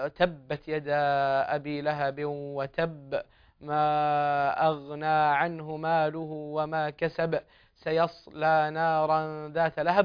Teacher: وانتبه للقلقلة في رؤوس الآية في أواخر الآية باتفاق فهي مقلقلة · Term: حروف القلقلة